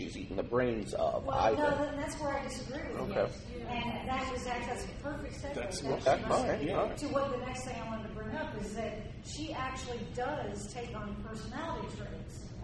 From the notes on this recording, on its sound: We have a recording of that panel. The DragonCon Urban Fantasy track.